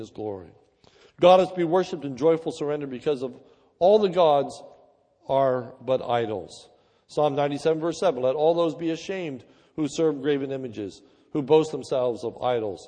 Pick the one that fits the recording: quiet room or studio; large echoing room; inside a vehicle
large echoing room